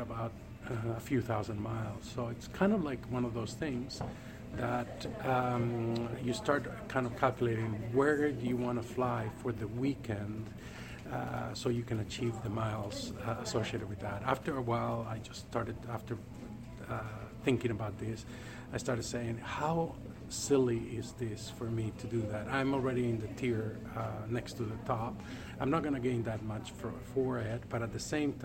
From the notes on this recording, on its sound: A quick recording made at the airport